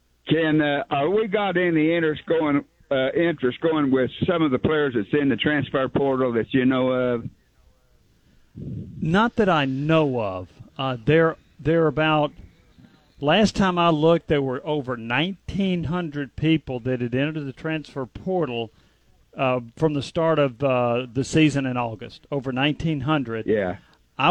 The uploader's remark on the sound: taking your phone calls